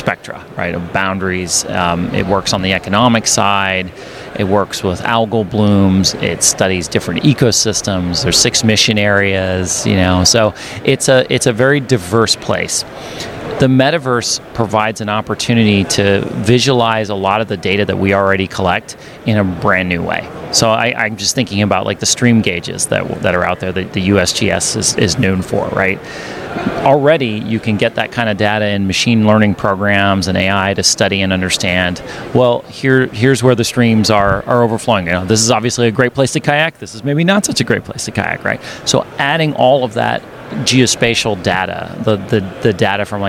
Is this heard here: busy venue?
yes